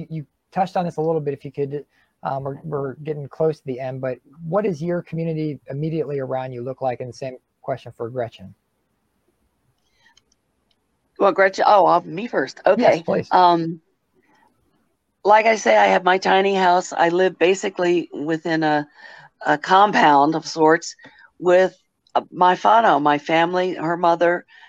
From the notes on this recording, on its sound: Panel replay from the 2022 Virtual Childfree Convention.